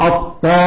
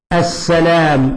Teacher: فهنا تفخيم في الألف بعد الطاء لأنه من حروف الإطباق ومن حروف الاستعلاء